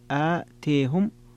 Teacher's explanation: وفيها عند الكسائي وحمزة الإمالة وخلف والتقليل لورش آتيهم